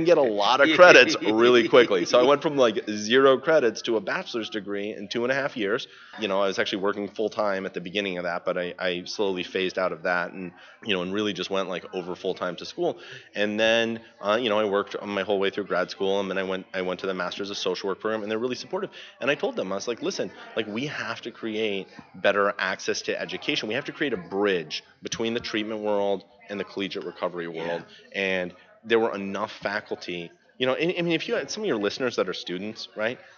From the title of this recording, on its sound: At The 3rd Annual North Texas Recovery Conference 2015